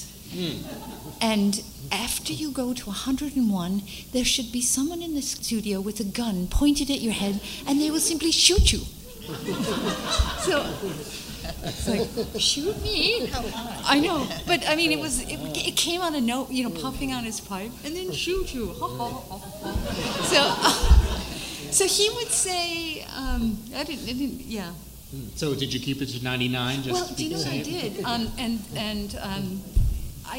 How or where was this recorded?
live audience